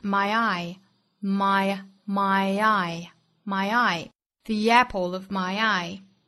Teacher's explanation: my 和 I 又是元音的连读，带出小的 e 的发音。